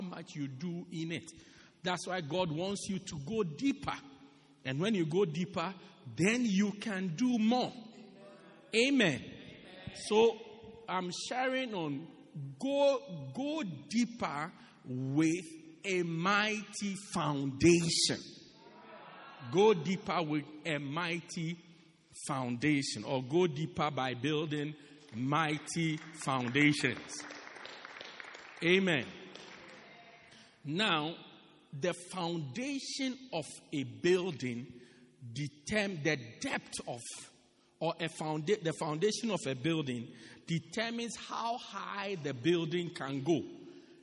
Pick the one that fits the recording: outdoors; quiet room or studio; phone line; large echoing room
large echoing room